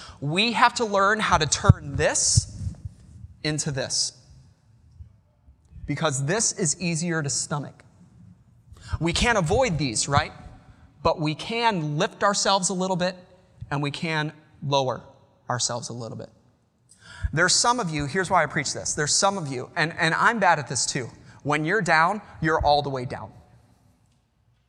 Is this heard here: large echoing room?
yes